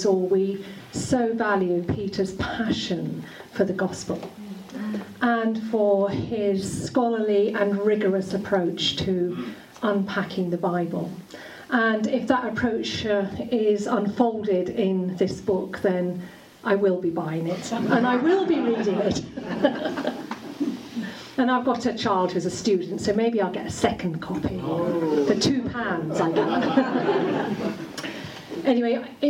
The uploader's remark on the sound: Audio from the March 15th book launch